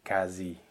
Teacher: The QU in French is not KW like it would be in Italian. And it's also not a KV like it would be in German. · Term: phonetic K